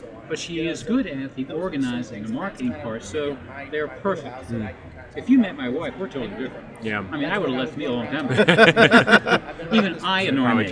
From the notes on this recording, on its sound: Live from NIADA 2021